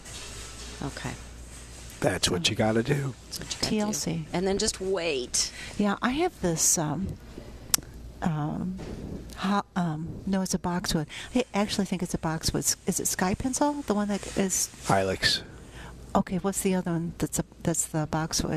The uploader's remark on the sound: Live at Prairie Gardens